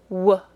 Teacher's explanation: the W sound is created by making a small circle with our lips, then sticking them out enough so they don't touch our teeth and cause friction. Then we voice the sound, W.